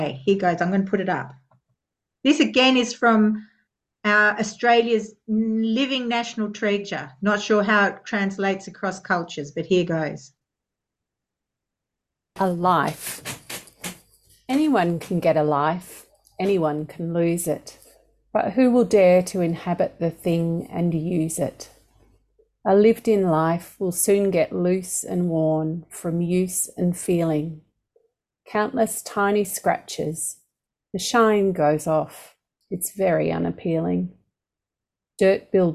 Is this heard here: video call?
yes